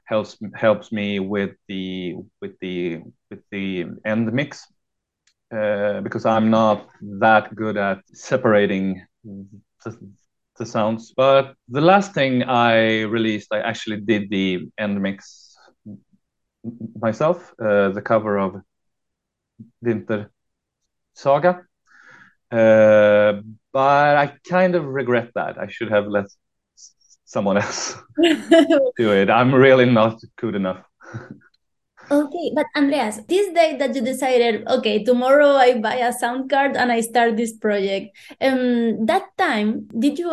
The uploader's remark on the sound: from my kitchen table, through a great Zoom conversation